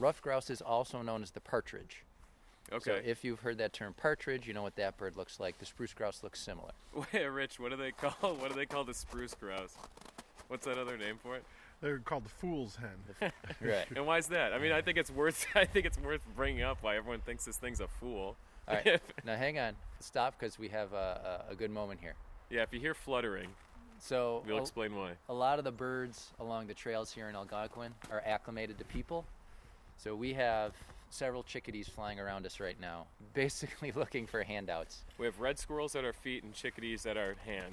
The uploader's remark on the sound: This episode was recorded in March of 2016 in Algonquin Provincial Park, Ontario, Canada. And, man, was it cold.